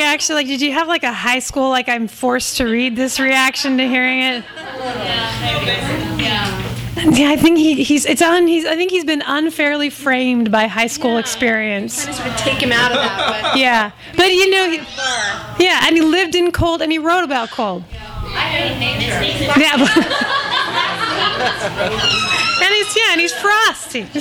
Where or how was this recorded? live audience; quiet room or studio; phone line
live audience